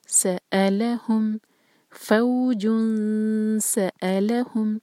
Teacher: حمزہ کو کلیئر پڑھنا ہے کٹ آف ساؤنڈ کے ساتھ